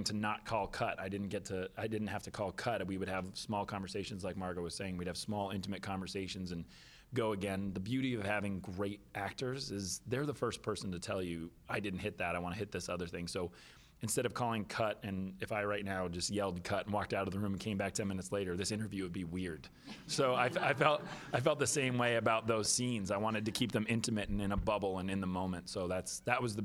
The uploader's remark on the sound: at The Hollars Press Conference